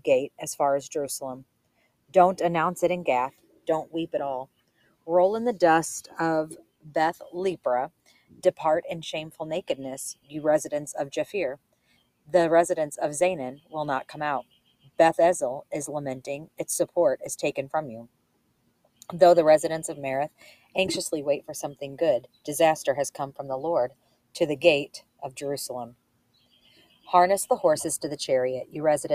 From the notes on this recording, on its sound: That's why you'll often hear my family moving around in the background of the audio and more. Today I sat outside to record!